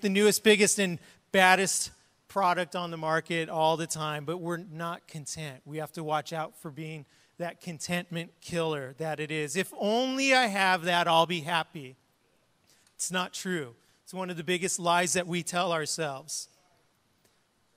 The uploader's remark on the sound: was preached on March 20th at the 10AM service